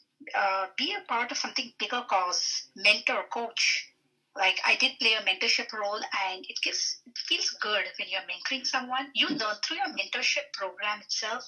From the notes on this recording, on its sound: The audio on this one is rough.